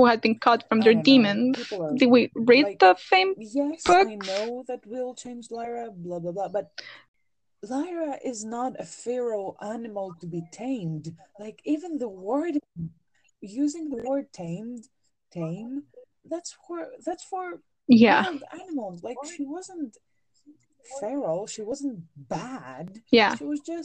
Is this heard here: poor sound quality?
yes